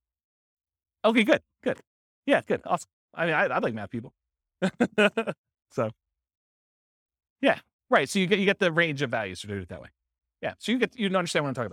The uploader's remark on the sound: This was a live class recorded